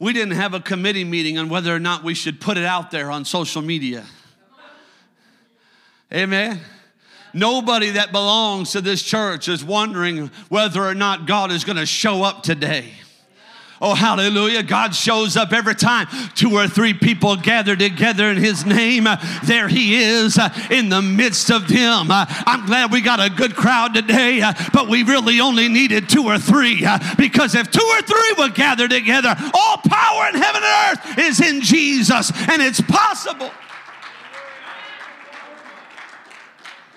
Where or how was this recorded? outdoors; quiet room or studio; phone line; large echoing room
large echoing room